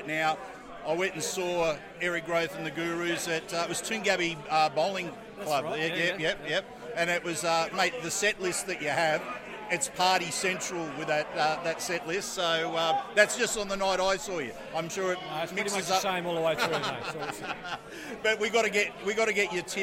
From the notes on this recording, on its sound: Sounds From The 2023 Ted Sulkowicz Memorial Golf Day